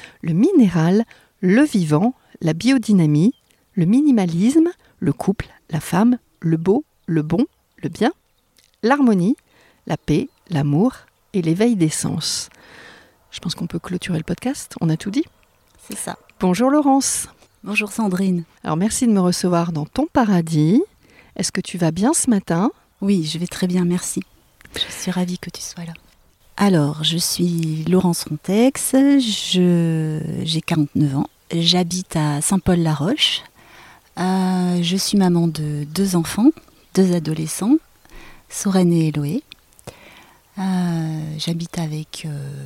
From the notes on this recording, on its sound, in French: Tiny House en Dordogne. J'expérimente l'enregistrement en extérieur, et je peux vous dire que nous avons kiffé le chant des oiseaux, le petit bruit des insectes, et le doux murmure d'une tronçonneuse au loin.